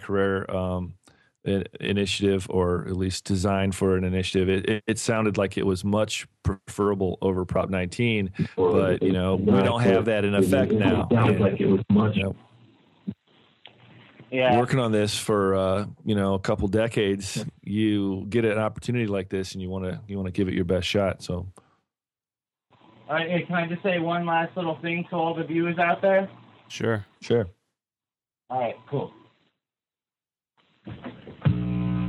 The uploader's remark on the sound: Our first-ever live show. Live callers!